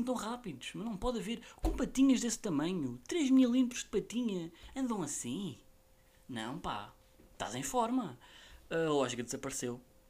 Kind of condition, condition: fault, uneven or low level